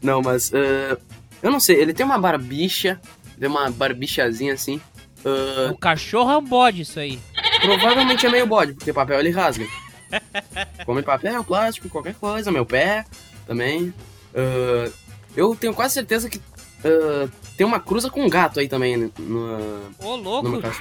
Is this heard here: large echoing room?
no